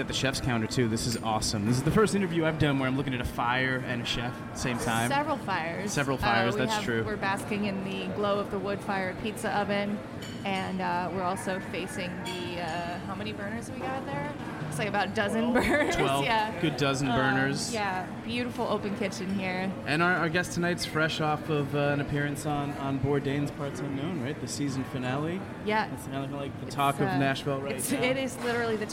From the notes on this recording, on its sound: Heritage Radio Network on Tour. On the line at City House. At his James Beard Award winning restaurant.